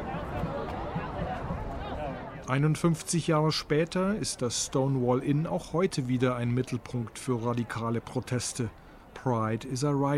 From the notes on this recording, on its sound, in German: war für ndaktuell in New York auf der Straße und hat die Proteste am sechsten Tag in Folge in einem Audiobeitrag eingefangen.